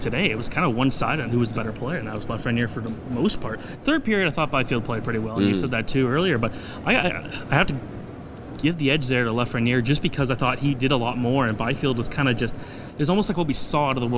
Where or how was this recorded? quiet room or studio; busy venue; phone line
busy venue